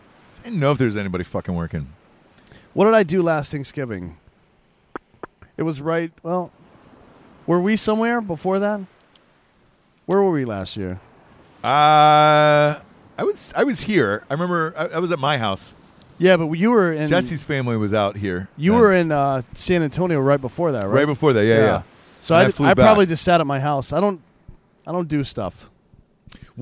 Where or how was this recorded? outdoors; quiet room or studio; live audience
outdoors